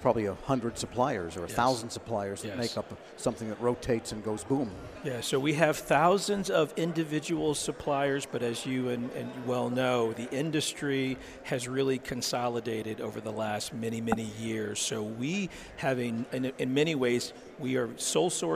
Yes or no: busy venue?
yes